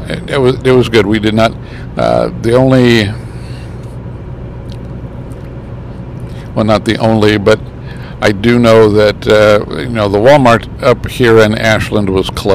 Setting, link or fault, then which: setting, inside a vehicle